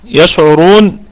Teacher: فيها مد طبيعي وصلا ووقفا. يشعرون، الكلمة كلها مرققة ما عدا الراء مفخمة. يشعرون والشين نراعي فيها التفشي، التفشي والرخاوة، تمام.